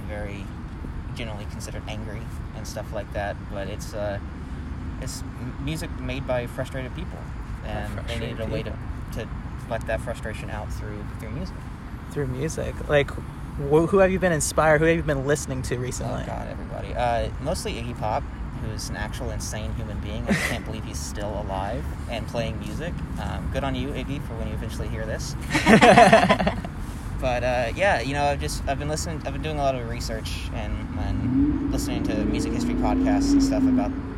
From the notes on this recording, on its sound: Joined by a group of friends enjoying a day outside in nature.